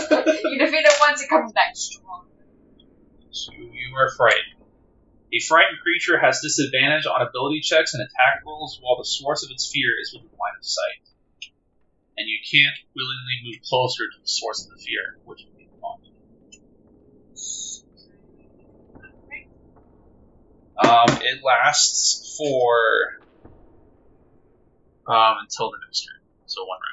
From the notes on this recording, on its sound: Due to this being our first recorded actual-play with limited equipment/knowledge, the audio of both Parts 1 and 2 of this actual-play isn't ideal.